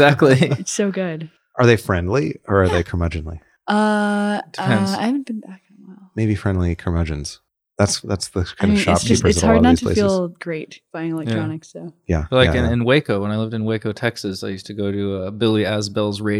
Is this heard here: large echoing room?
no